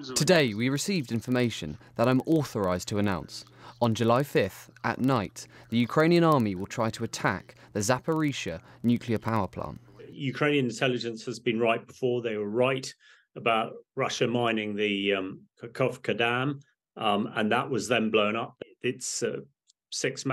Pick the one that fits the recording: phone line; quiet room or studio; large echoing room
quiet room or studio